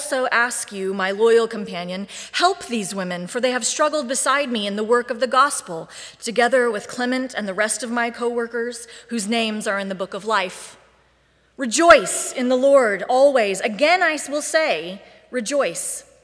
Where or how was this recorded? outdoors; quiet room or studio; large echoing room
large echoing room